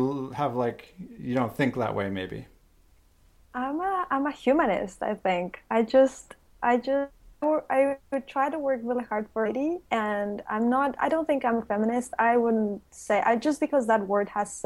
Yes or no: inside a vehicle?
no